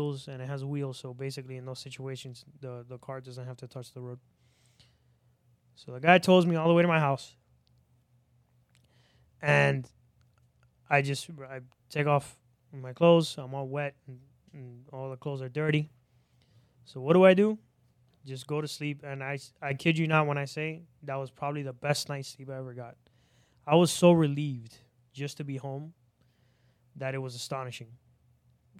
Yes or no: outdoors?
no